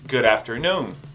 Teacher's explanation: A tônica é no noon, então o certo é good afternoon. Então você colocar um pouquinho mais de força no noon, não no after. O after é bem fraquinho. · Mas a tônica não vai ser no after, então não é good afternoon. A tônica é no noon, então o certo é good afternoon. Então você colocar um pouquinho mais de força no noon, não no after.